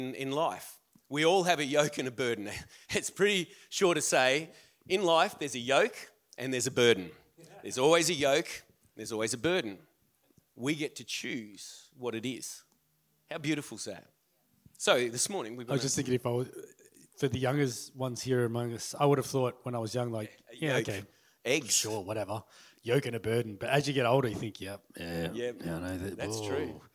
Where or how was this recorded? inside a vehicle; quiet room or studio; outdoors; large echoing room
large echoing room